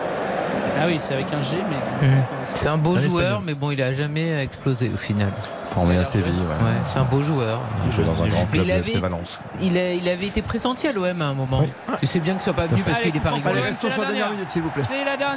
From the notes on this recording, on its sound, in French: en direct du stade Vélodrome